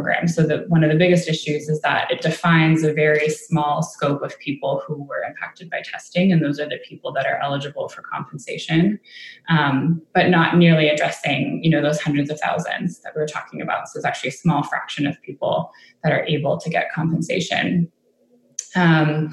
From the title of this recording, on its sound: Webinar